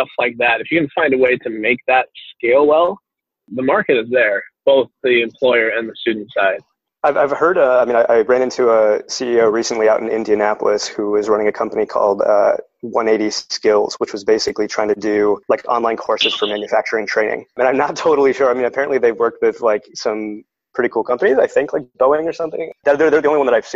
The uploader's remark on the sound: By the way, we apologize for the audio quality of this interview. Over the phone while he was on the move between meetings.